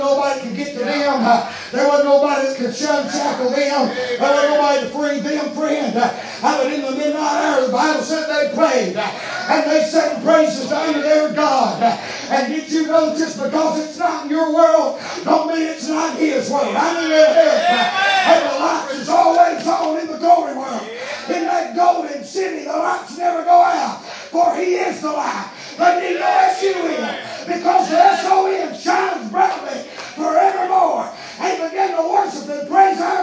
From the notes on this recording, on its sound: Preaching live from Still Water Baptist Church.